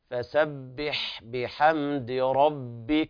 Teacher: الراء في ربك مفخمة والباء في ربك حكمها طبعا شديدة طبعا مشددة، يعني بيان الشدة فيها، فسبح بحمد ربك واستغفر.